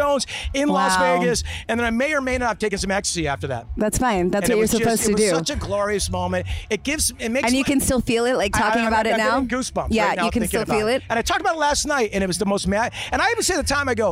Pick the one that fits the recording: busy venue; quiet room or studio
busy venue